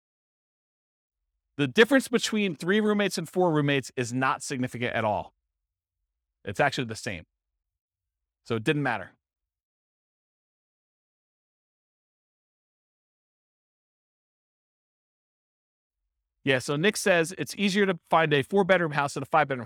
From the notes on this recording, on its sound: This was a live class recorded